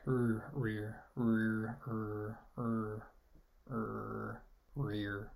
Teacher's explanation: It's an approximant as well, in that it kind of goes back and it doesn't really touch anything, especially the tongue tip.